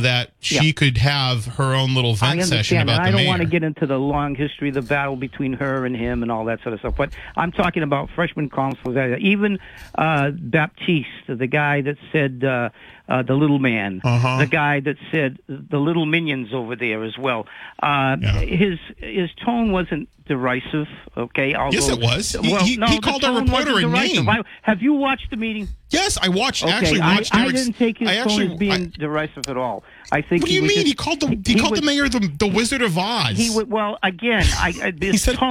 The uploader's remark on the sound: takes calls from the audience